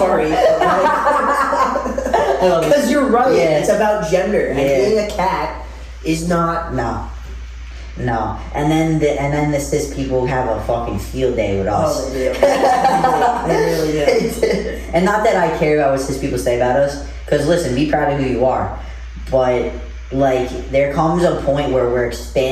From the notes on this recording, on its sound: We apologize for the audio, we had some technical difficulties with the microphones and had to rely on the camera audio.